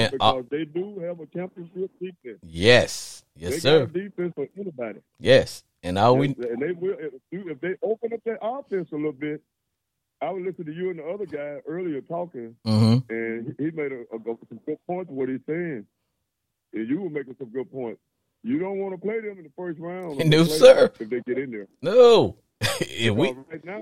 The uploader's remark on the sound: Is a one hour live streaming Sports Entertainment Podcast where callers get up to 2 minutes to blow off steam. Callers in a non confrontational setting can call in live.